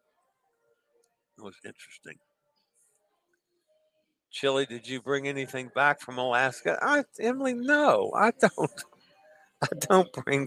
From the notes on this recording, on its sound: LIVE from Quantum of the Seas